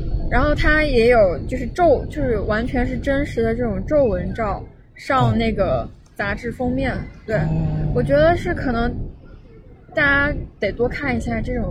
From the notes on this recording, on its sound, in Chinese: 本期节目在户外录制，所以杂音可能比较多，请听众朋友见谅。